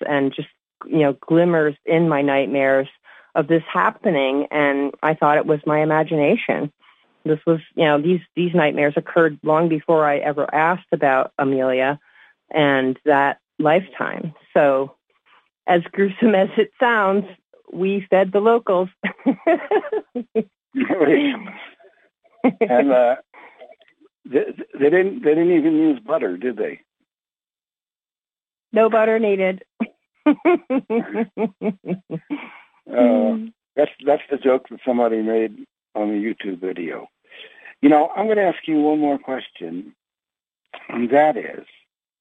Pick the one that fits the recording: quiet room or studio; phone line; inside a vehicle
phone line